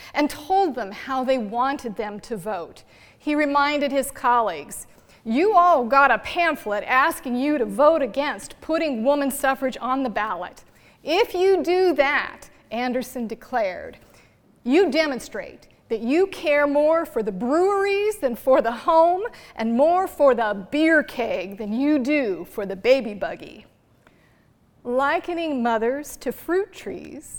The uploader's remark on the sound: Performed live at PoD Discoveries, October 23, 2019.